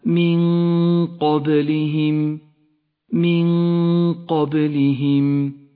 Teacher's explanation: تخفى النون الساكنة بحرف القاف مع بقاء غنة للنون من غير تشديد · Term: غنة الإخفاء المفخمة